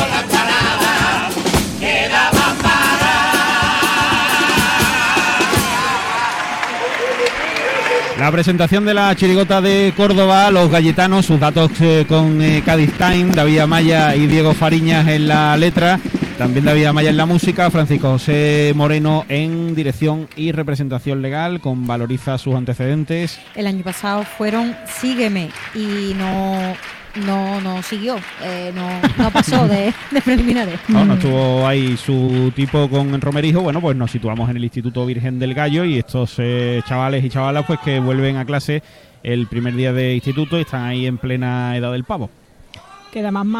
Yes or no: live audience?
yes